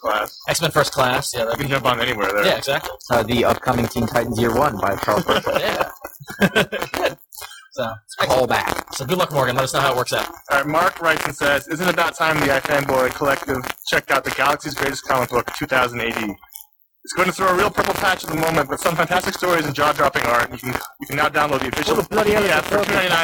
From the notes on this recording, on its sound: Live, from Jim Hanley's Universe. The live show gremlins have reappeared.